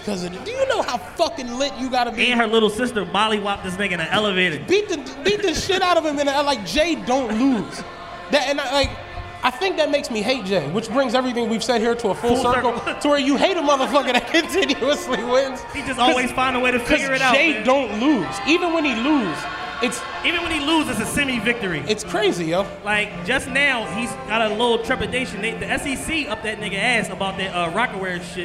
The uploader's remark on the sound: Live from The Podcast Stage at The 2018 Roots Picnic